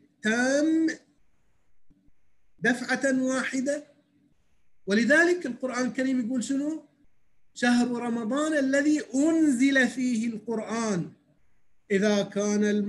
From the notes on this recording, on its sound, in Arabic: و يتم تسجيلها كل ليلة أربعاء على برنامج الزوم